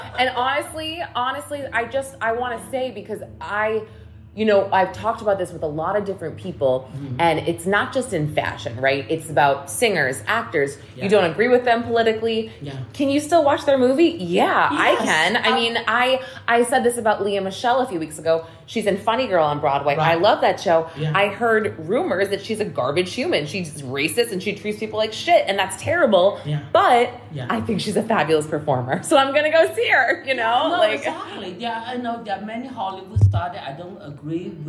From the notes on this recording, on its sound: Live at his Manhattan Showroom. Interview was live in the showroom, so audio echoes slightly.